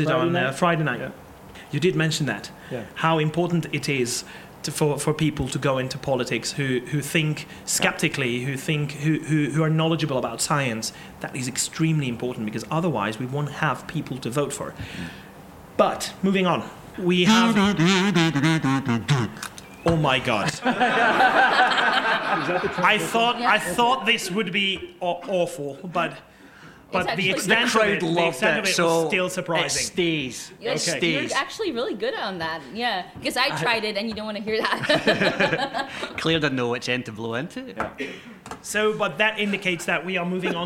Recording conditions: live audience